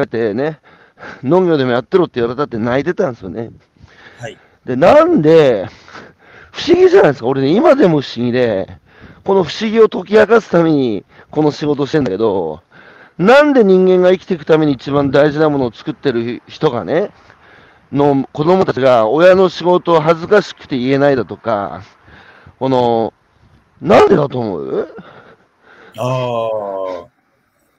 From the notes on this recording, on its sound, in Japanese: 歩きながら1時間、対談する